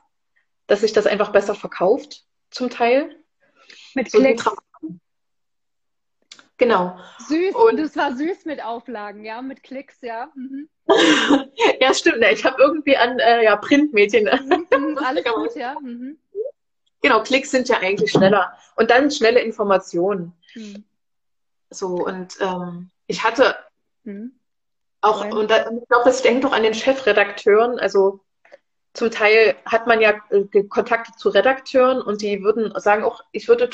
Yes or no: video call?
yes